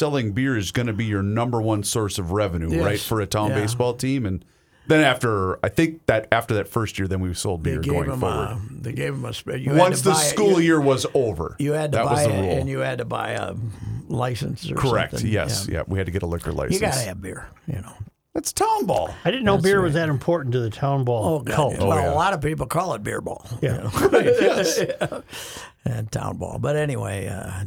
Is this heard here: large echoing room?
no